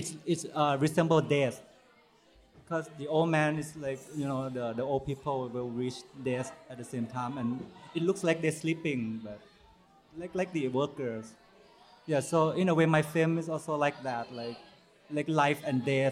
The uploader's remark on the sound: Live From True False 2017. The True/False Film Fest in Columbia, Missouri. Film Comment traveled to Columbia for a long weekend of documentary and essay film—and hosted a festival recap at the festival’s traditional closing-night spot, a waffle bar that doubles as a music venue. This special live edition of the Film Comment podcast.